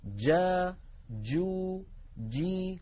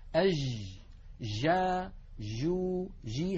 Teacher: نقول جا يكون المخرج مقفولا تماما ثم ينفتح، جا جو جي. أما ما نسمعه في كثير من العاميات المعاصرة، أج جا جو جي، هذه جيم رخوة، جيم هي ولكنها ليست الجيم الفصيحة المنقولة لنا في التلاوة القرآنية.